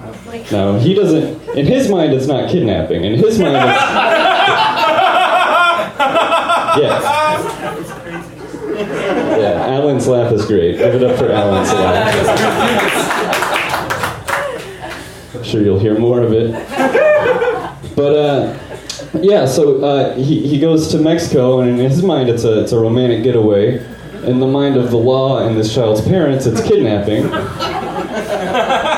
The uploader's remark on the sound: Live from Genuine Joe's